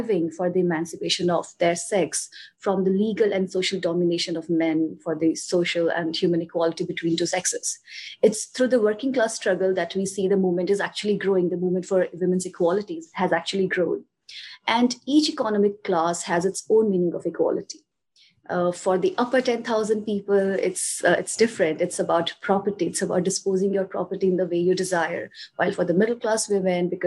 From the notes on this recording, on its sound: This podcast is a Zoom recording of one of the sessions of our Revolutionary Feminism course.